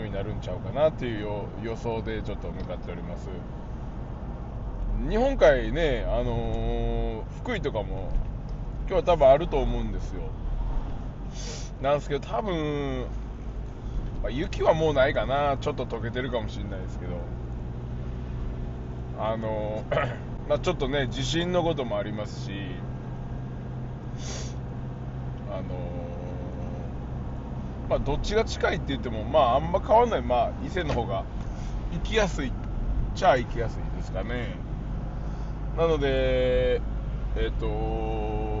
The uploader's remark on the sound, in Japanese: サーフィンに向かう道中で収録しました